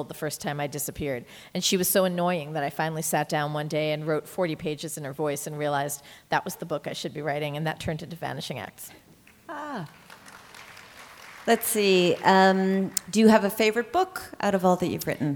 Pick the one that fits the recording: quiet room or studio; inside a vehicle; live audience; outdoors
live audience